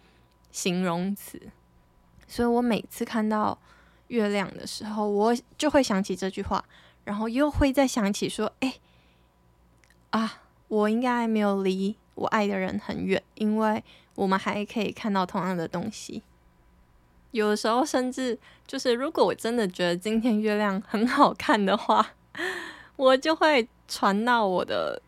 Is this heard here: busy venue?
no